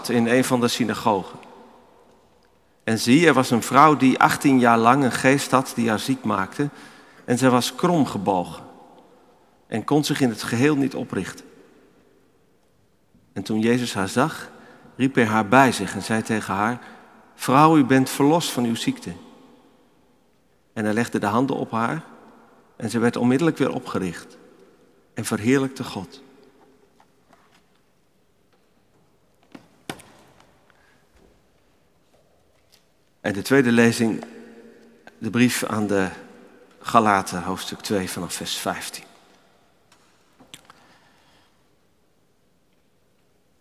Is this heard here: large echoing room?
yes